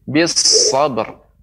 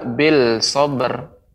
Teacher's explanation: alif lam syamsiah maka pengucapannya ibu langsung jadi tasydid bis sabr tidak bil sabr · Shown in: first take